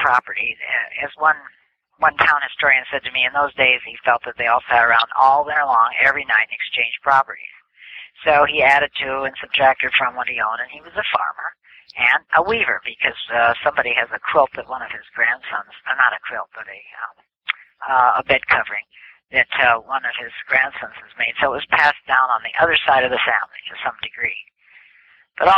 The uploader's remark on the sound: This telephone interview is being brought out of the archives.